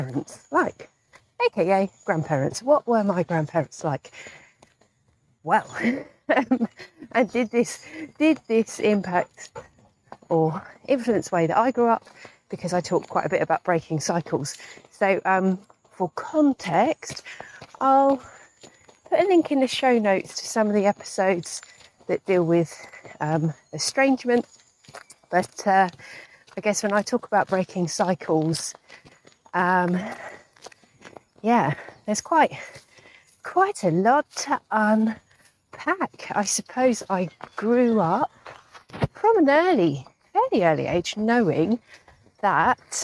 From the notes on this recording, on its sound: This was recorded while I was on a dog walk